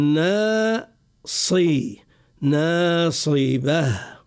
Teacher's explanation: الصاد اللي بعد النون هو مفخم تفخيم ناشئ عن صفتي الاستعلاء والأطباق، احنا تفخيمه يلزم ننطق به مفخم، مش معنى هذا يؤثر على النون التي قبله فنقول ناصبة، لا، ولا نقول ناصي، لا، ناصي، ناصبة.